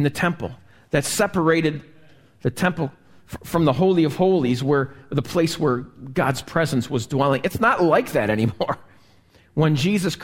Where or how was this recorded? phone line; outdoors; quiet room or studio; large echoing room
large echoing room